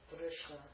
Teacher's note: And the ta changes to the lingual ta. And you get the form, drishta. · Drish means to see. And when drish takes the ta ending of a past passive participle, the sha goes to the lingual